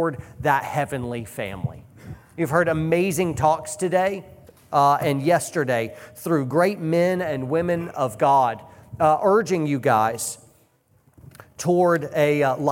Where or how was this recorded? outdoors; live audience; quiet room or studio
live audience